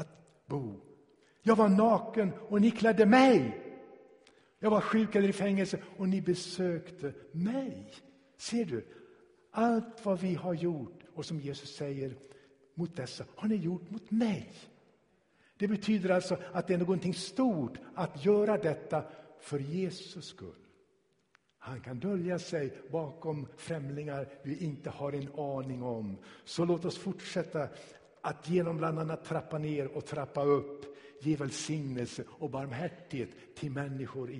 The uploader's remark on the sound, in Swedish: Inspelad i Tabernaklet i Göteborg 2017-01-29.